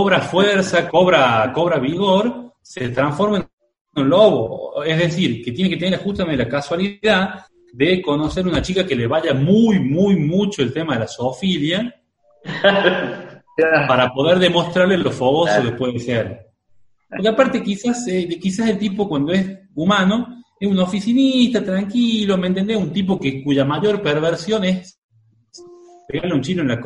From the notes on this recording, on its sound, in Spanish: La pandemia nos vuelve a alejar de los estudios, sin embargo, siendo martes, no queriamos dejar pasar la oportunidad de realizar un zoom